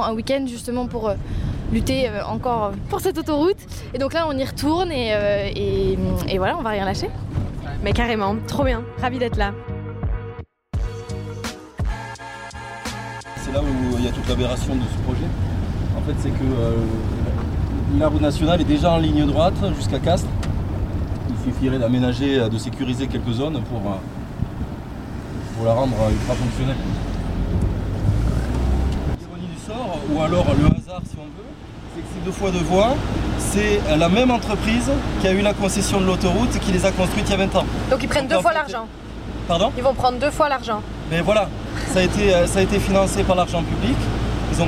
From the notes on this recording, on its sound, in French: Le son n’est pas toujours parfait car le terrain n’est pas le meilleur studio d’enregistrement. Pendant ce weekend de puissance militante.